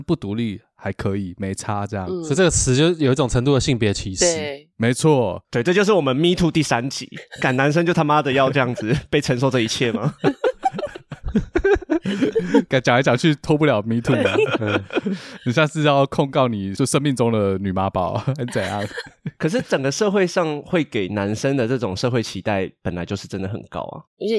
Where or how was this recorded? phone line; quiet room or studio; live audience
quiet room or studio